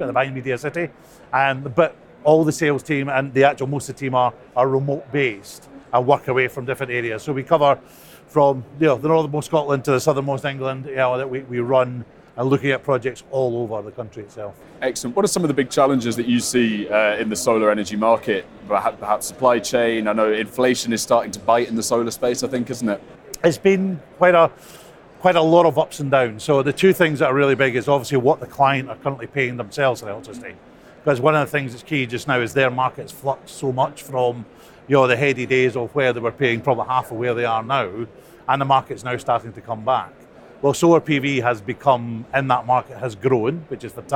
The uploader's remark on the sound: The Energy Voice team are at the All-Energy conference this week, the UK’s largest renewable and low-carbon energy exhibition and conference. Stand for a live podcast on the first day of the All-Energy conference in Glasgow.